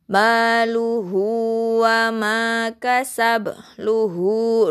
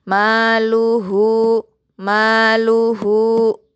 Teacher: panjangnya dua harokat, setelahnya nggak ada hamzah · Term: sila kosiro